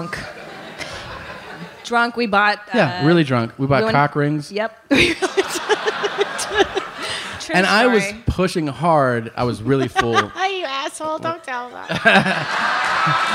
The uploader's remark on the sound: Live From Toronto. This is the Live podcast by which all future live shows will be judged.